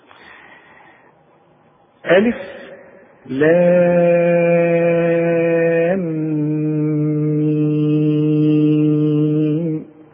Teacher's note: انت لاحظت ان انا مديت برضو اللام ست حركات والميم ست حركات · Term: الحروف المقطعة